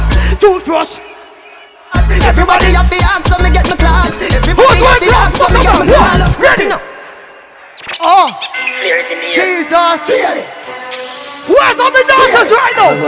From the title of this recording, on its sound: Live Audio: Notting Hill Carnival